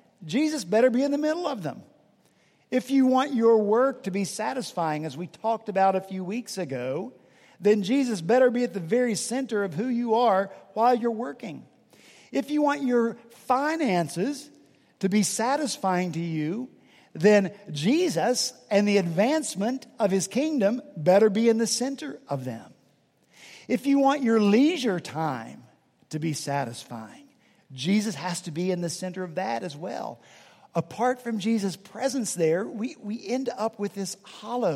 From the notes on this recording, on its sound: at Redeemer Presbyterian Church in Charleston, SC